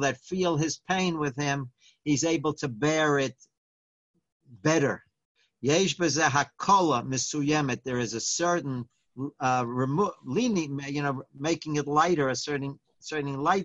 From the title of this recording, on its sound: Live On Zoom